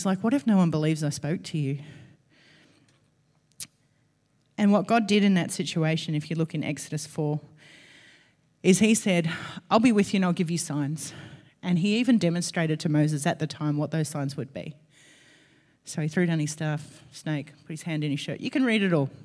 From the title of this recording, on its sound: LIVE at Echo Church